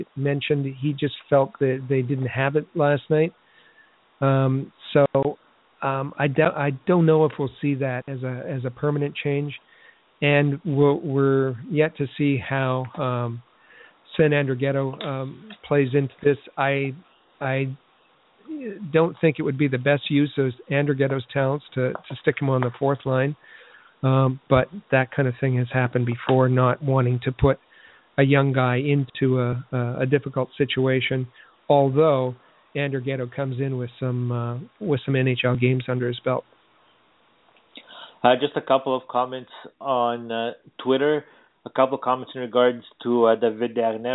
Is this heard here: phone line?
yes